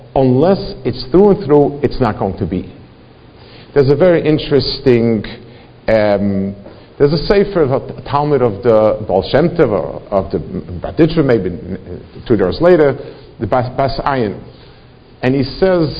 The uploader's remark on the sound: Delivered in Congregation Shmorei Torah, Fair Lawn, NJ.